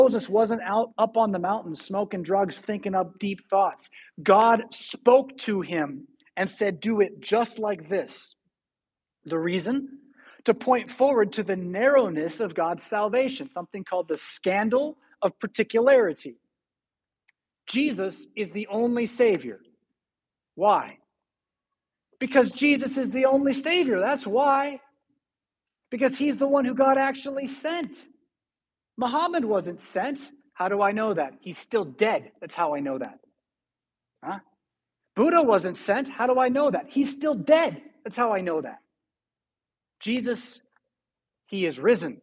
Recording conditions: large echoing room